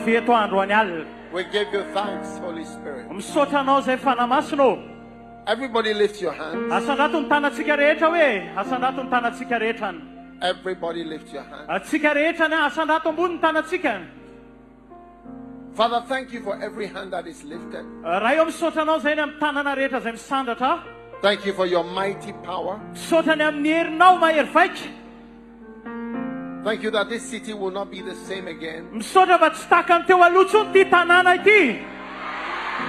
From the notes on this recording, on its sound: Preached at the Healing Jesus Crusade May 2023, Mahajanga-Madagascar.